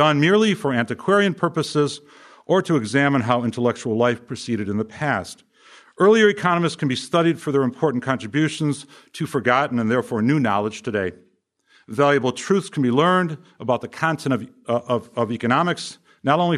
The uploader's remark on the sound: From the session on "History of Economic Thought," presented at the Austrian Economics Research Conference. At the Ludwig von Mises Institute in Auburn, Alabama.